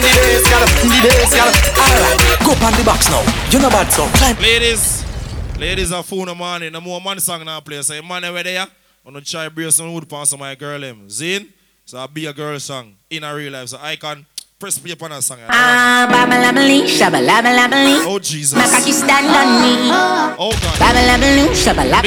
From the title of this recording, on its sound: LIVE AT (MODELS&BOTTLES)